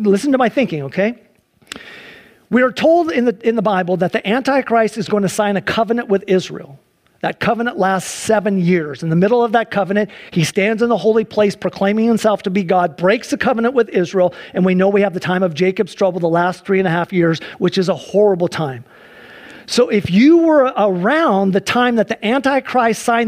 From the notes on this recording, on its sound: Sunday church service livestream